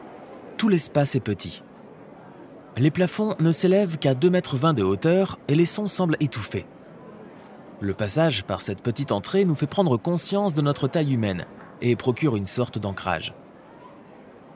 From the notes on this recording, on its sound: Traffic sounds and birds chirping. En entrant dans le musée, on traverse une porte tambour en verre [whoosh of door]. Light music with stings and xylophone begins.